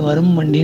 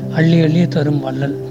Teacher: வரும் வண்டின்னு சொல்லும்போது இம் வந்து அரை மாத்திரையை விட இன்னும் குறுகி ஒலிக்கிறத · Term: மகர குறுக்கம்